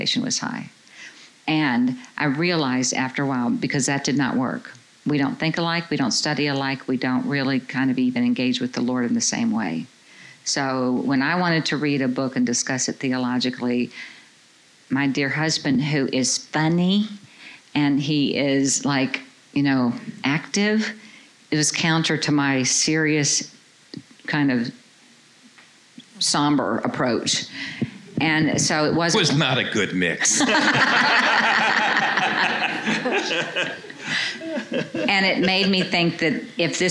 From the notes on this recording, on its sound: Answer questions from a live audience at the It's Not Me; It's You Marriage Conference hosted by Calvary Church in Muscatine, Iowa.